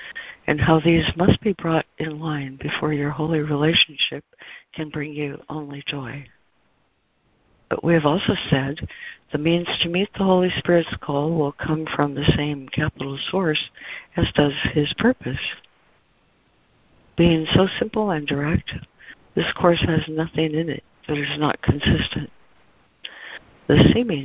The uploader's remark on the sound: ACIM Daily Conference Call